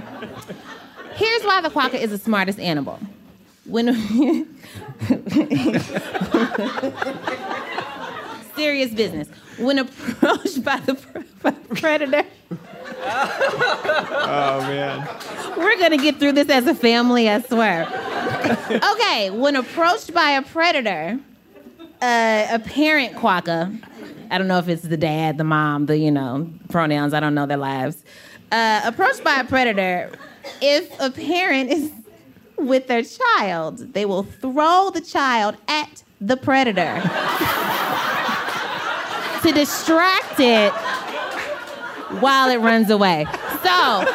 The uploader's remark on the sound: The last episode of G, our series on intelligence, was recorded as a live show back in May 2019 at the Greene Space in New York City.